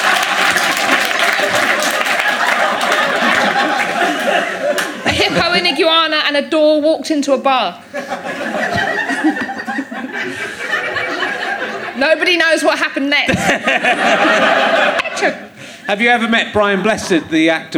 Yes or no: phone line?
no